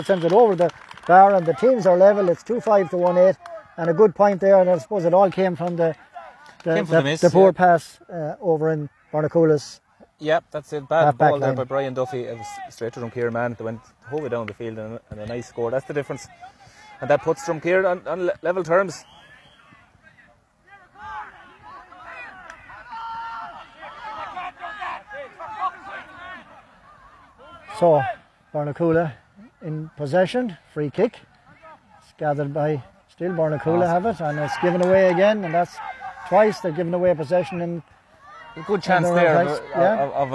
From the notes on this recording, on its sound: Full Live Audio Commentary from Dromod.